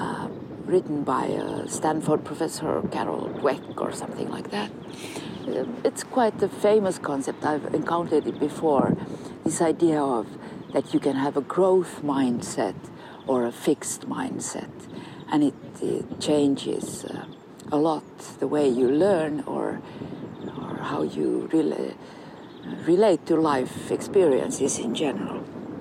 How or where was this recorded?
outdoors